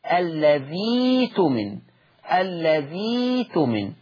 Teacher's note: تبدل الهمزة الساكنة ياء، ياء. ليه؟ قال لك لأن الذال مكسورة